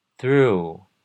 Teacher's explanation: 这个 TH 是发气音的 Th 的音 Through 把舌头放在两齿之间